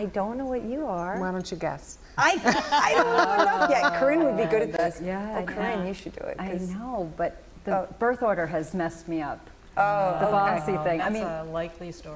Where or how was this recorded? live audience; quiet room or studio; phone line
live audience